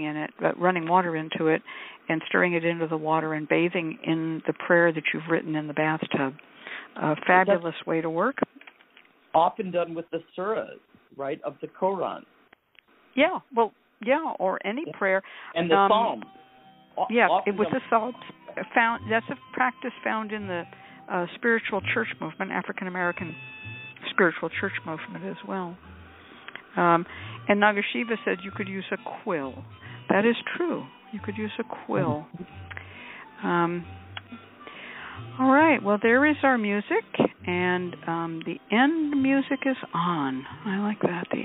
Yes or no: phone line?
yes